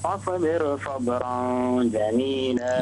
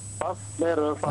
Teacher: لا تقلقل الصاد. أحرف القلقلة قلنا قطب جد، مجموعة في قطب جد. الصاد ليست من أحرف القلقلة. · Shown in: second take